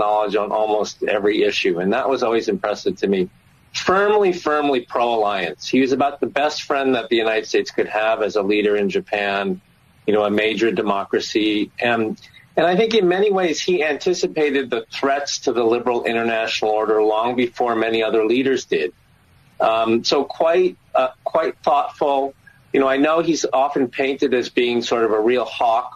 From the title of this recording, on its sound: Open Phone Friday Continues